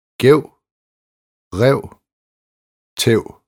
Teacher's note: Æ med diftong. Kort æ plus v er lige med æv.